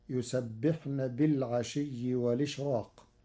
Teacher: قرأ ورش كلمة والإشراق بنقل حركة الهمز إلى الساكن قبله مع حذفها، وليس لورش ترقيق في راء الإشراق لوقوع حرف الاستعلاء بعده، فتصير: يسبحن بالعشي والإشراق.